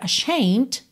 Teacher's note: o E não é pronunciado, então você teria só esse Dzinho, né, ashamed, só um Dzinho leve depois do M, mas o M, eu já fechei ali, né, os lábios, ashamed to, ou seja, quando eu iria fazer o D, eu já parto pro T de to, porque T e D são feitos no mesmo lugar, certo?